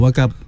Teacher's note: Tak ada fa pun, tak ada bunyi p di belakang